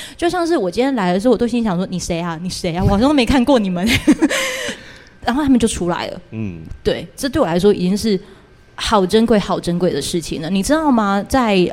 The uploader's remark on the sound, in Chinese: LIVE 啾團首場Live Show!!很珍惜這一場實體現場錄音的啾團。